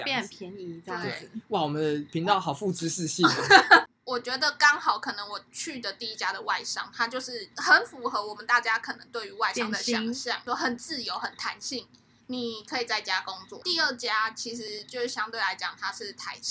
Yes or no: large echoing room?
no